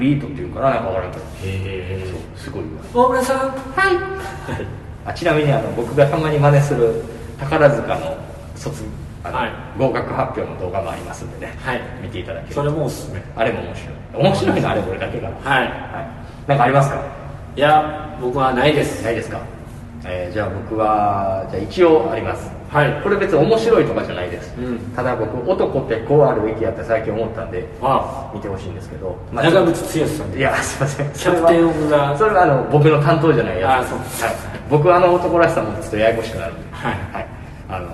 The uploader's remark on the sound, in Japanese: 渋谷のとあるスタジオで録りましたが、ものすごく反響しております。